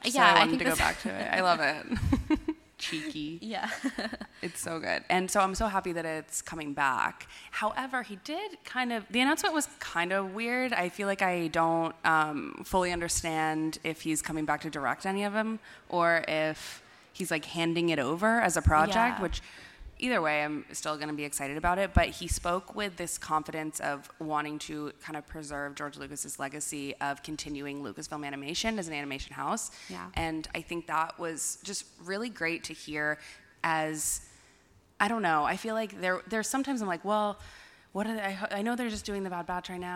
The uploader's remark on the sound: It’s our live podcast recording from Star Wars Celebration Europe 2023 in London! Since those stories were pretty conversational, I had to bump up the audio considerably. Apologies if they’re hard to hear!